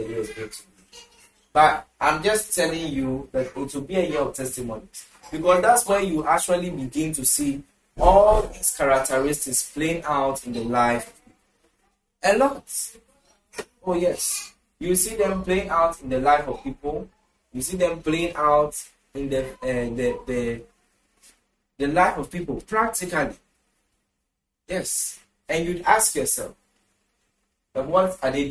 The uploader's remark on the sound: International Strategic Management & Leadership Conference. Conference for Love Arena Denomination held at the Love Arena Church, Ghana.